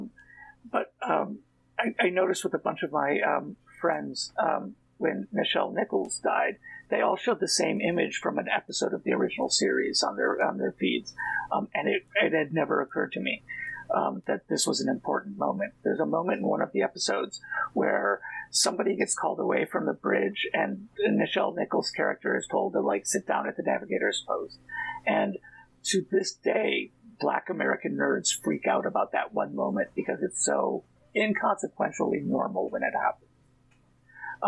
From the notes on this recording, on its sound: We had some problems with the sound quality on this episode